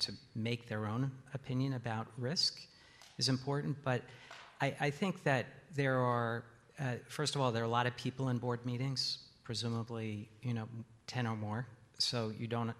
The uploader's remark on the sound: In this session recorded at CMO Summit 2022.